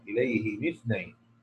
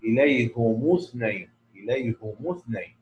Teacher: هيتخلص من التقاء الساكنين بالكسر · Shown in: first take